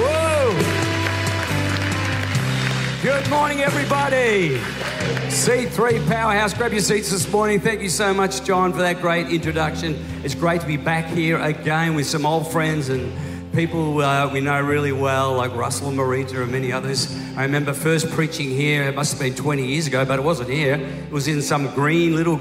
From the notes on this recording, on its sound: This was recorded in our 9am service on the 1st of Januray, 2023.